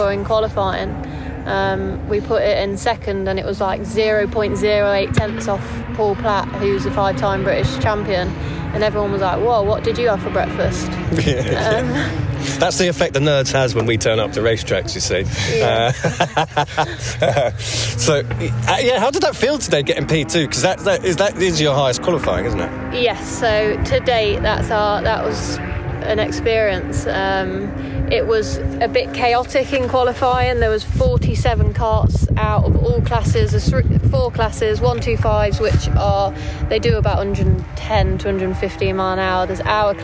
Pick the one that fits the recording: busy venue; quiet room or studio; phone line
busy venue